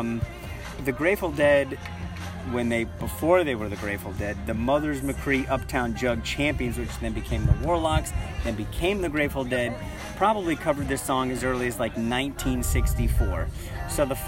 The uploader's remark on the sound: On location from the Thursday Night Track Meet at West High School.